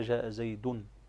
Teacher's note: إذا قلت جاء زيد، عندما تقول زيد فإنك تنطق بنون ساكنة في آخر الكلمة، ينطق بها ولكنها لا تكتب · Term: التنوين